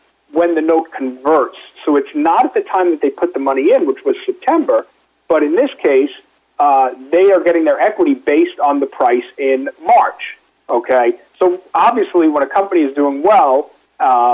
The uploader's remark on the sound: called in to SmallCapVoice